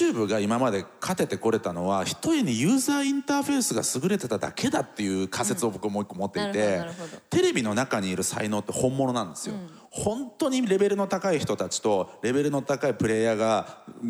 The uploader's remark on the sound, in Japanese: TOKYO FMの番組「マスメディアン 妄想の泉」。番組初となる公開収録の模様をお届けしました。